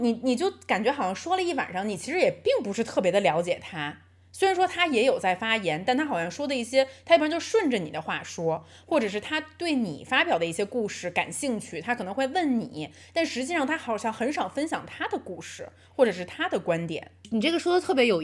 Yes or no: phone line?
no